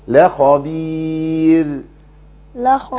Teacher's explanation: الياء طالما ياء ساكنة قبل الراء وقف على الراء يبقى ترقق على طول · Term: مرققة